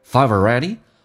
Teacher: Five 跟 already 可以有一个连音，用 V 进行连音